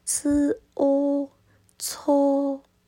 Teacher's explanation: 错误的错的粤语发音跟普通话发音其实就是少了一个呜，普通话的发音是错，吃呜哦，错，粤语呢就少了中间那个呜，直接是吃哦，错，结束音在哦。离开的离，粤语是了 a 嘞，结束音在一，但是声调要调整，嘞嘞。离开，离开，离开。分离，分离，分离。最后一个要正音的是谱，乐谱的谱。po opo，结束音在 upo，但是声调要调整 popo。乐谱乐谱，离谱，离谱，离谱。好了，这期的时间又差不多了，在结束之前给大家布置作业，听好了。迟啲我哋一边唱歌一边学粤语啦。迟啲我哋一边唱歌一边学粤语啦。好，各位听众，我们下周同样时间见。